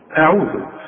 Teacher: الهمزة دائما مرققة، فما تقولش قول اعوذ، ورقق العين، العين مضمومة